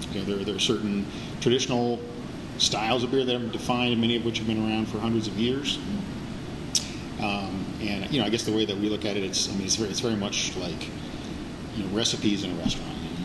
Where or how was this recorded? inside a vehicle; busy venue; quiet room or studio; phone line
busy venue